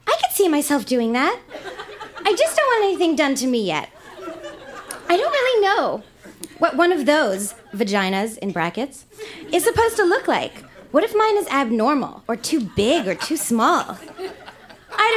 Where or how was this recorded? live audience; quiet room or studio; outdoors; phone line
live audience